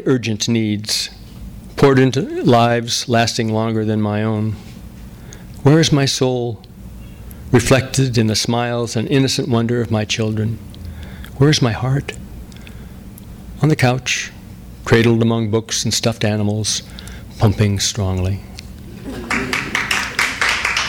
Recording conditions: live audience